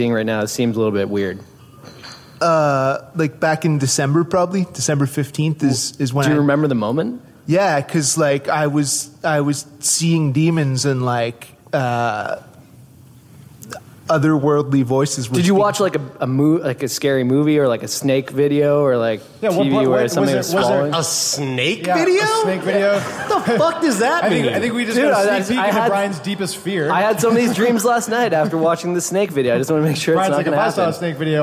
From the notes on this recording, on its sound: Live from the Atlantic Podcast Summit